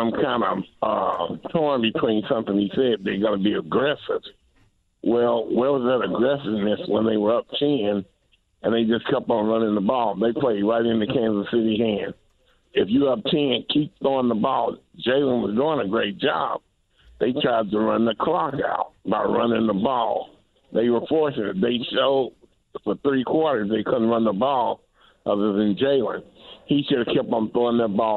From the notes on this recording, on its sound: Plus, we take some phone calls